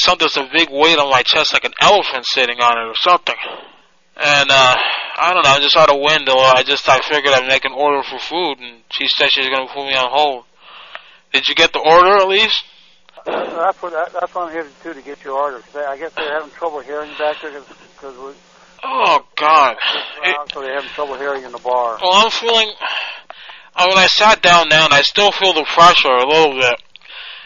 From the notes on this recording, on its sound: Prank Phone Calls Collection